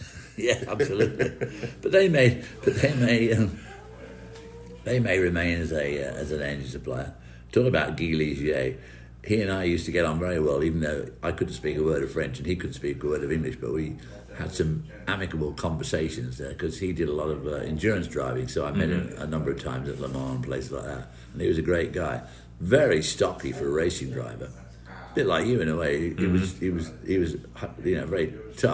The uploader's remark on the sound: joined live at Road America